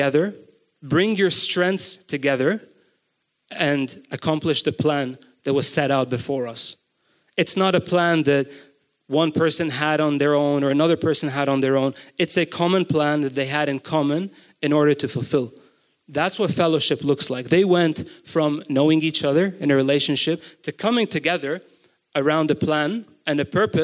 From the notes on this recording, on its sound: GoChurch Beirut's BIG SUNDAY GATHERING (recorded live on March 12, 2023) in Beirut, Lebanon